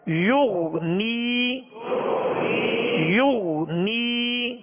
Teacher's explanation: خیال رکھیے کہ ہونٹوں کو گول کر کے پیش ادا کریں گے